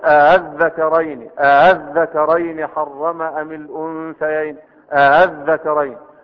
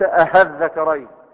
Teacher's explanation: تسهيل الهمزة الثانية بين بين، يعني بين الهمزة والألف، لا هي ألف خالصة ولا هي همزة · Shown in: first take